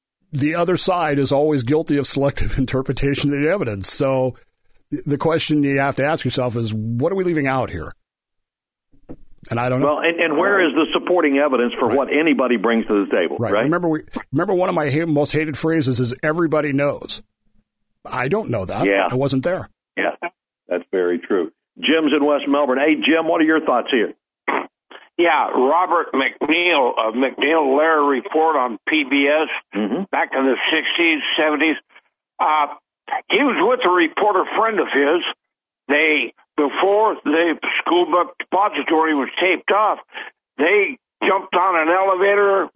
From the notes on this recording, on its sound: NOTE: iHeart had computer issues this morning, forcing the show to be done via telephone with the attendant reduced audio quality.